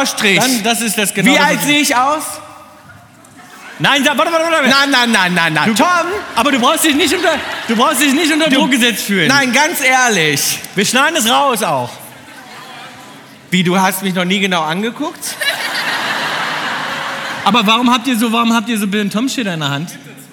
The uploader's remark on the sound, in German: Unter donnerndem Applaus betreten die beiden die mit Rollrasen und Gartenzwergen bestückte Bühne der Elbphilharmonie in Hamburg! Live-Episode in der Elphi.